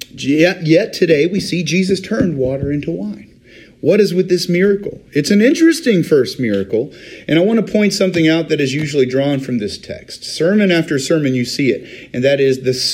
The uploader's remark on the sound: Today's recording is taken from Riverview UMC's Wednesday Communion Service